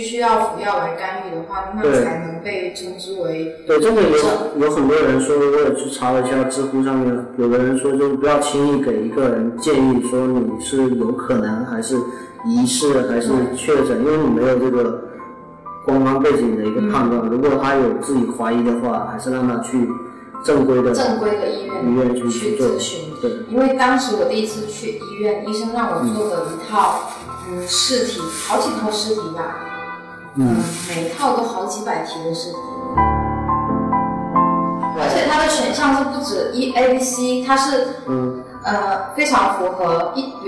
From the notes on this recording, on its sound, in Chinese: 本期节目，是我借着她短暂回国处理事务的时间，完成的录音。录音环境的回音还是太大了，以后不会用那个房间录音了，抱歉。